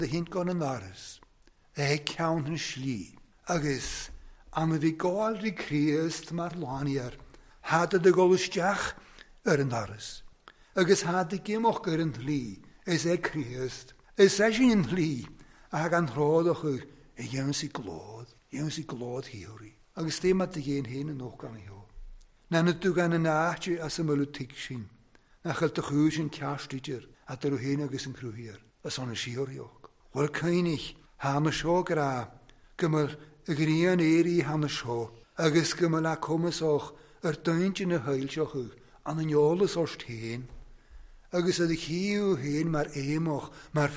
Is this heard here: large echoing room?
yes